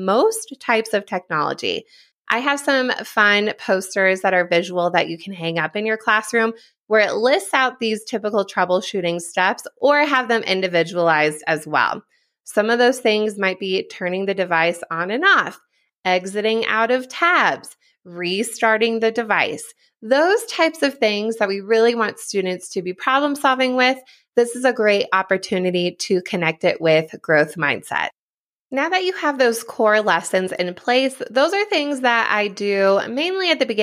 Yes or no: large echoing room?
no